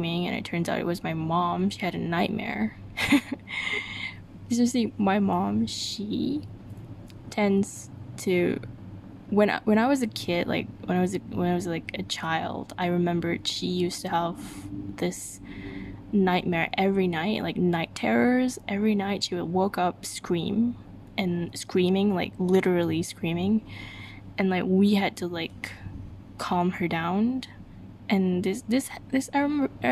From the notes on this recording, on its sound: I breathe too much into the mic on this one.